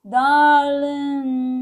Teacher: esse i é um i bem fechado